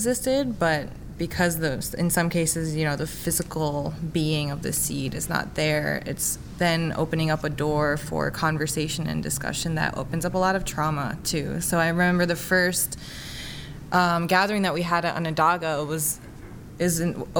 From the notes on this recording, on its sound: In the quiet corner of an urban hotel. At the 2018 Native American and Indigenous Studies Association (NAISA) Annual Conference in Los Angeles.